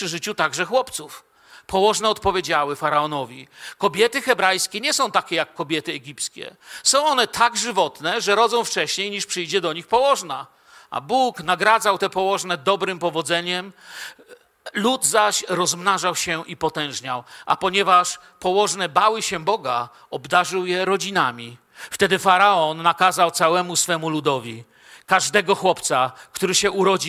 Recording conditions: large echoing room